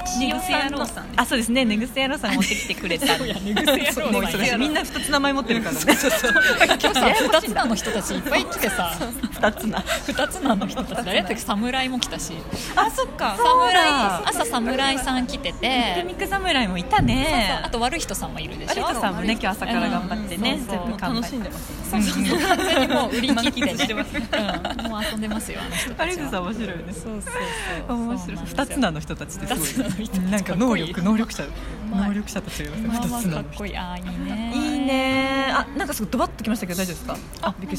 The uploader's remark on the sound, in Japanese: もんで出張収録！石フェス編。From Radiotalk。